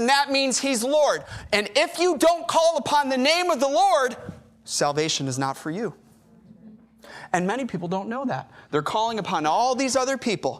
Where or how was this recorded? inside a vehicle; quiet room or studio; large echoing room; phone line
large echoing room